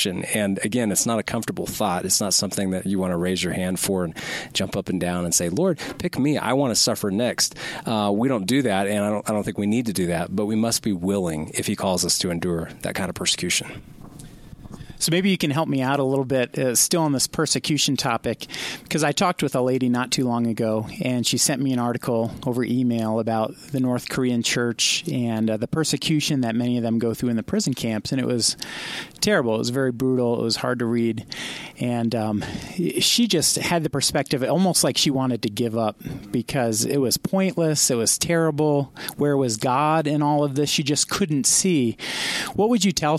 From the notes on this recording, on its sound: from a Colorado Springs Voice of the Martyrs conference